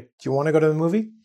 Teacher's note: Nobody wants to say, "Do you want to go to the movie tonight?" So we say, "Do you want to go to the movie?" For you, you're like, "What happened?" Well, we dropped the T, okay, and we combine want and to. We even change the O to an A to make it easier. · Term: relaxed speech